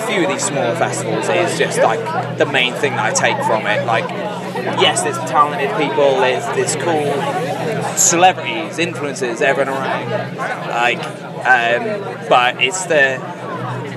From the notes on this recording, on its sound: Live from 2000 Trees 2023